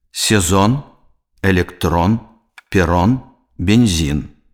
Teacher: Голосны «е» заховывается у першим переднатискным складе в запозычаных словах.